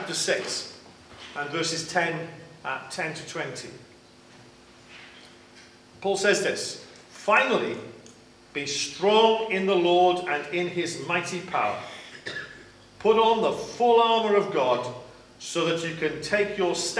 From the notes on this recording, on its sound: Live recording of 630 Praise 16th July 2023